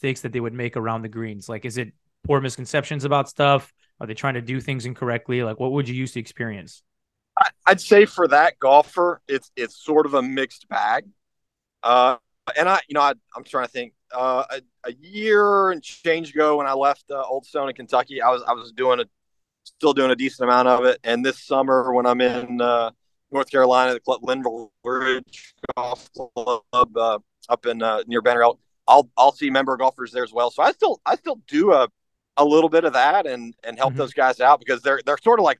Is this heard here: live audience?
no